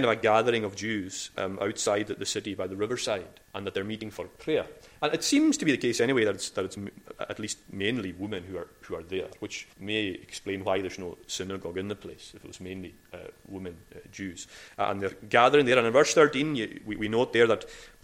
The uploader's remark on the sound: recorded at North Harris Free Church on the morning of Sunday 9th October 2022